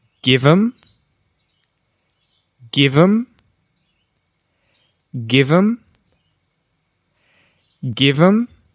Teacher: you will lose the th from them and it becomes m